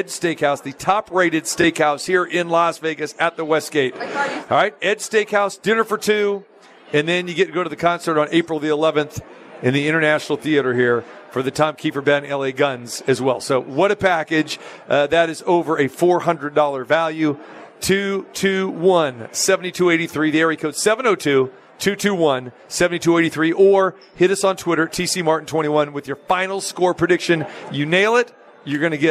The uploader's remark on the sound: Live from the Super Book at Westgate Las Vegas